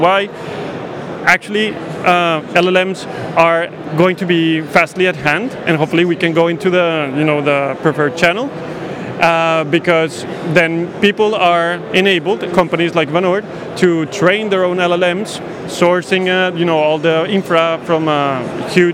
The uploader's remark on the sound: AI and Big Data Expo, Amsterdam. The third and final episode recorded at the AI and Big Data Expo. The event took place at the RAI in Amsterdam on 26th-27th September. We recorded a series of interviews from the Exfluency booth with a number of the speakers and attendees at the event.